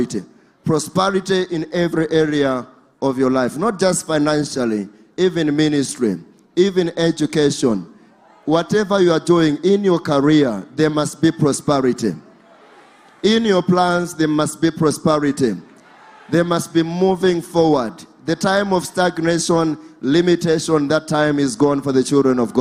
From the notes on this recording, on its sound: DIPLOMATIC SERVICE LIVE | ECG CHURCH